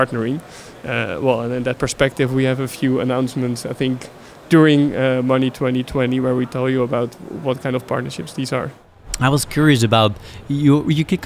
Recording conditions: busy venue